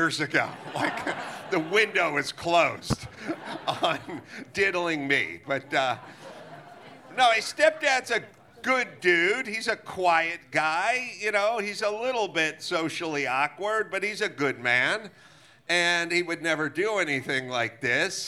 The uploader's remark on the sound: Recorded live at Belly Up Tavern in Solana Beach, CA on January 7, 2024.